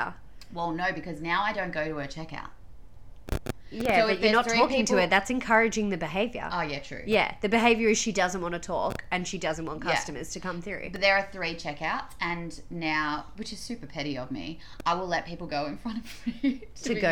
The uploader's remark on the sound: Apologies for some audio crackles throughout, tech issue that is looking to be resolved.